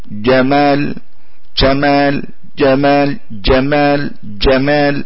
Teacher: هناك شين ولو بنسبة قليلة